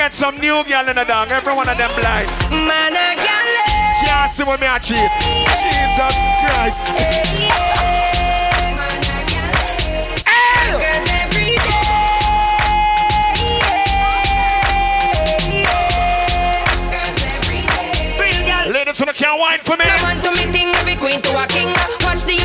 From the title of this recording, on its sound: Tropical Fridayz 11/4/22 (LIVE AUDIO)